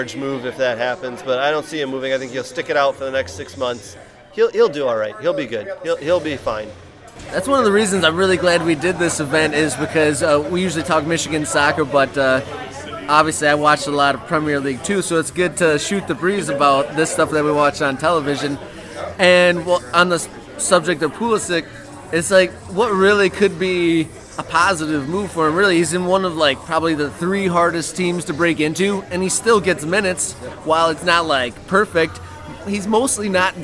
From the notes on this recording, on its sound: Boxing Day Special from the Detroit City Clubhouse. Boxing Day Watch Party Extravaganza 2021. Recorded live at the Detroit City Clubhouse.